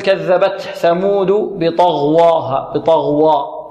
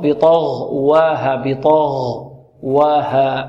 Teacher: كذبت ثمود بطغواها، والواو هنا مرققة فلا صح أن نفخمها، بعض الطلاب يقول كذبت ثمود بطغواها بطغوا، لا هذا خطأ، أو لا نفخم الغين تفخيما جيدا والطاء كذلك لا نعطيها مرتبتها من التفخيم فننطقها هكذا بطغواها بطغ، لا هذا خطأ، هكذا تفخم الطاء والغين وترقق الواو · Shown in: second take